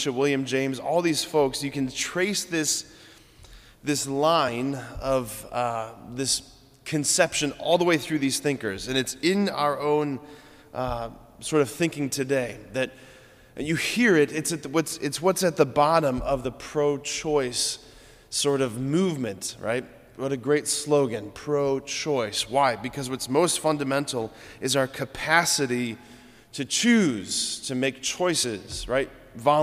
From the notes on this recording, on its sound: at Sacred Heart of Jesus Catholic Church in Wadsworth, OH.